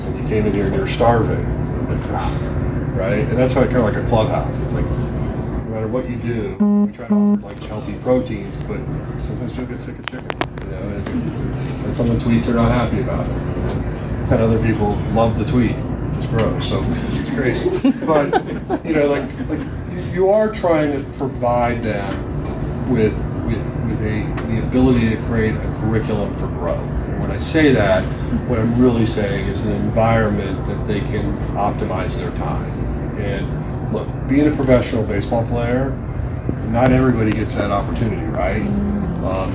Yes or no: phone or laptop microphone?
yes